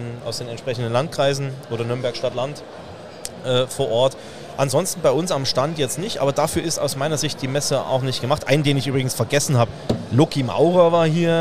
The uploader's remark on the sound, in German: Dort hatte das Bayerische Metzgerhandwerk einen eigenen Stand. Der direkt am Messestand aufgenommen wurde.